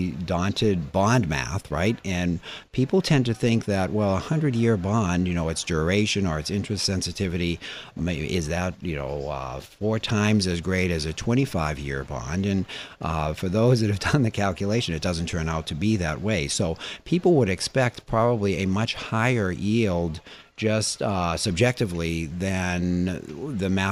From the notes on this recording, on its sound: Live from the 2017 Red Hat Summit in Boston